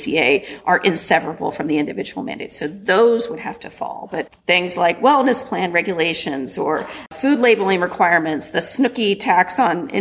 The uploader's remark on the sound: Recorded at the 2019 annual meeting of the Southeastern Association of Law Schools